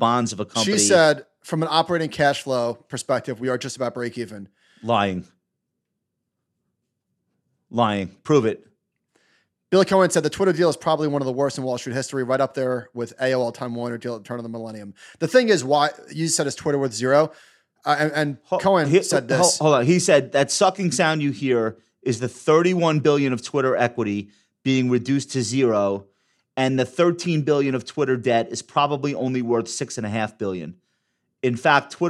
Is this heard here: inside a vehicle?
no